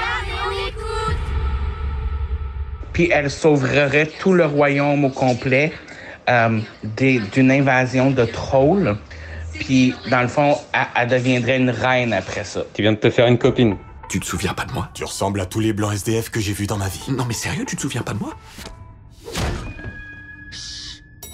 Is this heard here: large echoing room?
no